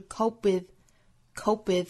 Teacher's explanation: cope 尾部的 p 的发音也是不十足爆破的因为后面遇到辅音嘛这个时候是 cope with 而不是 cope with How do you guys cope with